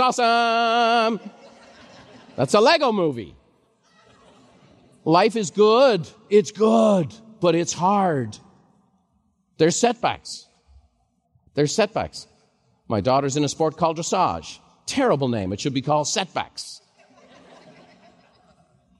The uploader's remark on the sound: live recording from MasterMind